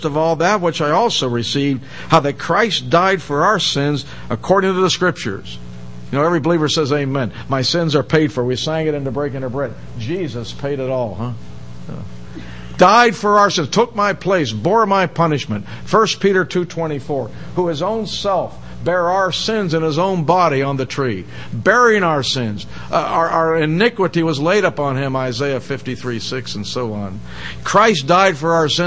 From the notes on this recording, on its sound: given in the most part at Hollywood Bible Chapel